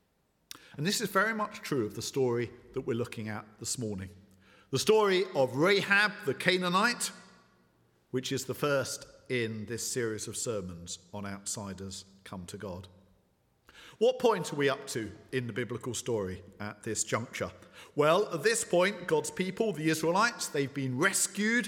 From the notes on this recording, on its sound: at the 11 o'clock service